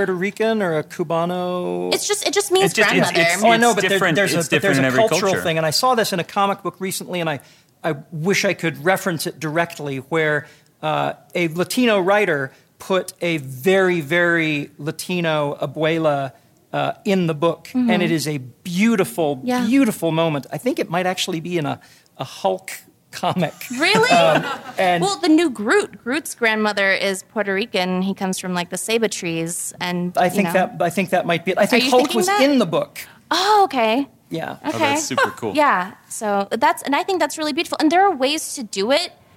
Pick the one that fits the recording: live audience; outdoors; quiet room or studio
live audience